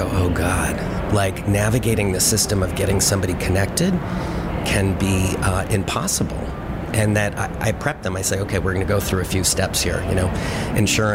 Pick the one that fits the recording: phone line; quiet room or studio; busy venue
busy venue